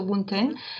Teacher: boon teng elides very naturally because of the place of articulation